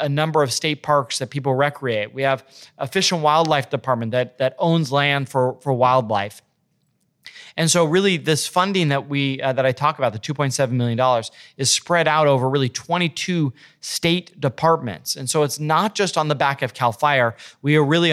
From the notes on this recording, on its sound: This episode was recorded live at the 2023 Wildfire Resiliency and Training Summit.